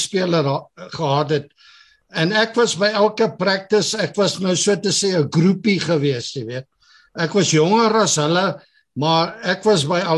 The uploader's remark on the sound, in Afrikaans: Zoom Byeenkoms 3 Nov 2022. Transformasie Tafel Zoom Byeenkoms.